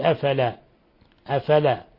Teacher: قال السفاقسي: ومنها أي الأخطاء البتر، ويسميه بعضهم الإدماج، وهو حذف حروف المد، وهو كثيرا ما يجري على ألسنة الناس نحو أفلا تعقلون، يعني أفلا لا يعطيها حقها من المد الطبيعي، فبدل ما يقول أفلا يقول أفلا أفلا.